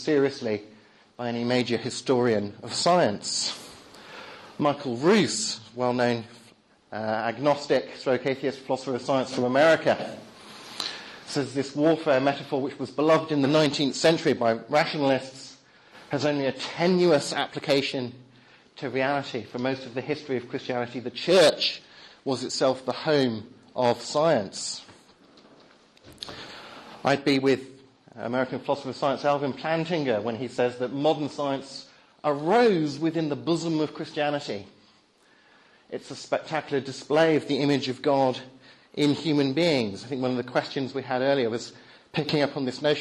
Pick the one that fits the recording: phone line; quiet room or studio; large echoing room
large echoing room